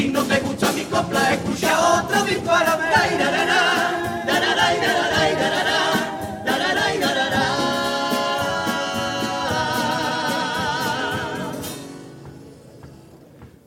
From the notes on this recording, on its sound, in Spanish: En directo desde el Gran Teatro Falla de Cádiz. Retransmisión del Concurso Oficial de Agrupaciones Carnavalescas del Carnaval de Cádiz 2024 en Onda Cero Cádiz.